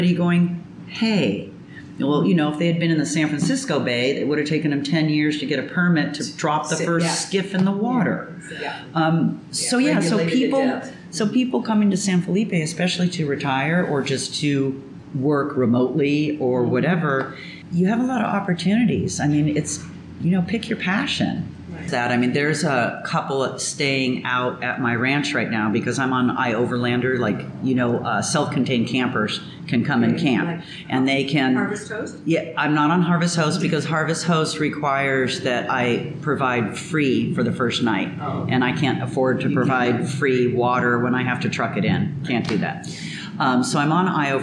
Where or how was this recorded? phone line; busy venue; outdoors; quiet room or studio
busy venue